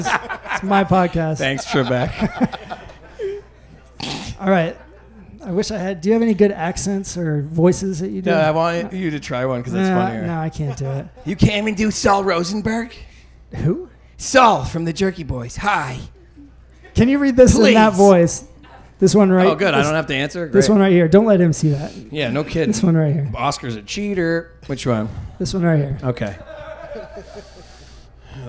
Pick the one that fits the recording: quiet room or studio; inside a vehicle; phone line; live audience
live audience